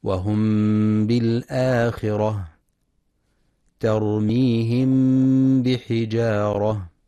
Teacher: كيفية النطق بالميم الساكنة يكون بحالة متوسطة بين الإظهار والإدغام مع إطباق الشفتين بدون تشديد أي الكز مع بقاء الغنة في الميم. · Term: الإخفاء الشفوي